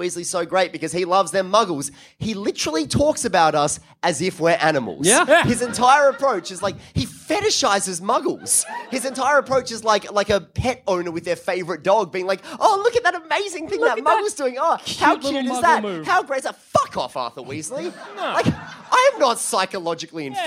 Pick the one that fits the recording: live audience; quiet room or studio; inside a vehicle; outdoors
live audience